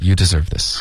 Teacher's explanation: 所以是一个 v 下唇碰上齿。发一个摩擦的音，别发成呜